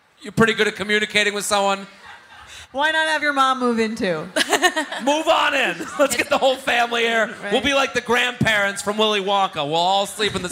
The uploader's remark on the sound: Recorded live.